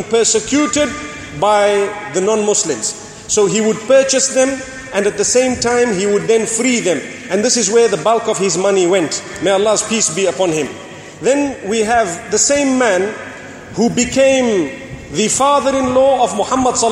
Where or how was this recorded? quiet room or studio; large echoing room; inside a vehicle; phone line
large echoing room